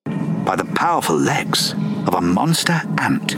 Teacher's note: there is that weird glottal stop at the beginning of ant